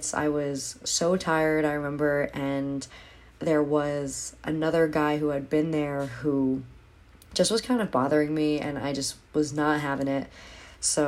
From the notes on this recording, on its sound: I didn't have my Blue Snowball mic so this was done on my phone